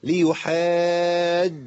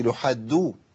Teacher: لازم الجيم، المخرج واحد، التصاق لسان من وسطه، وسط اللسان مع سقف الحنك · Shown in: first take · بيقولوا سقف الحنك، التصاق مره واحده.